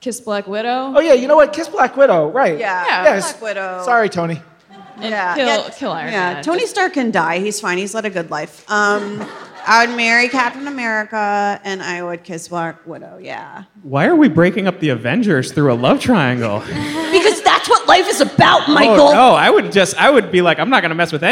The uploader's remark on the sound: Live at New York Comic-Con 2018